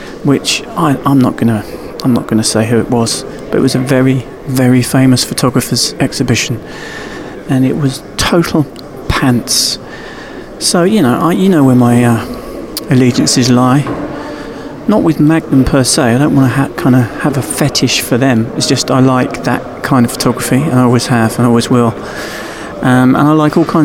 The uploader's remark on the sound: This years field report from the annual Photo London festival, featuring a personal, chaotic and non-comprehensive selection of chats, discussions, soundbites and random witterings.